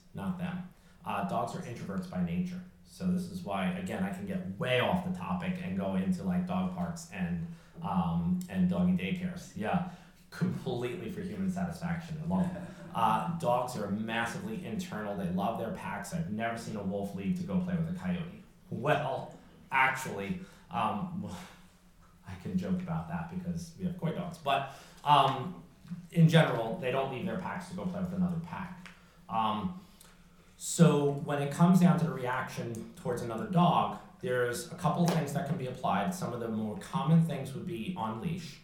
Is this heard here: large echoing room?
yes